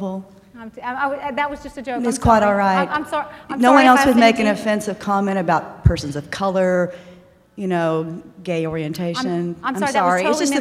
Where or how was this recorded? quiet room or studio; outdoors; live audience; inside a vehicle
live audience